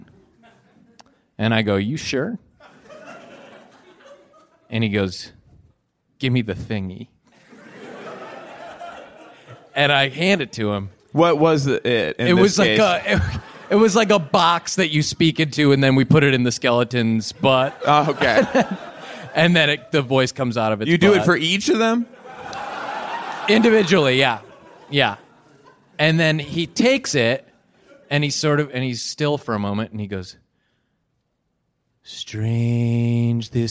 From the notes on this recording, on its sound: live from The Bell House.